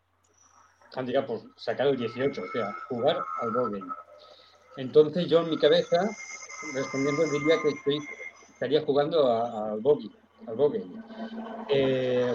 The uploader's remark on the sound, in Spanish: Grabación de la reunión virtual de marzo 2023